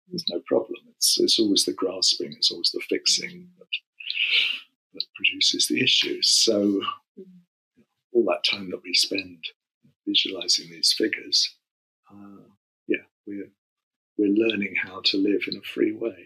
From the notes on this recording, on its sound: the sound quality isn’t as good as we would have liked